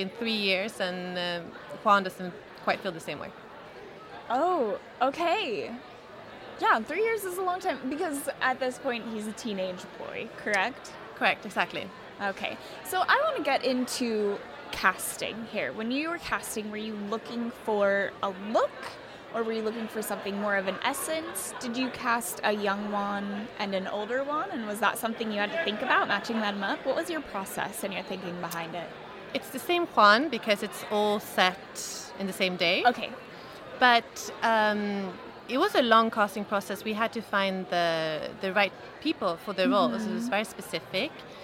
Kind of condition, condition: setting, busy venue